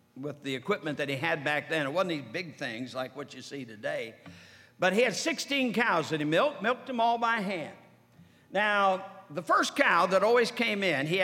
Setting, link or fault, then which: setting, large echoing room